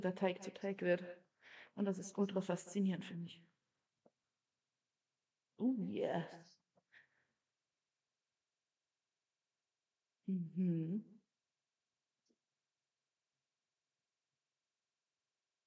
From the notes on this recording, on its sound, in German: Wir entschuldigen uns für die Qualität der Aufnahme.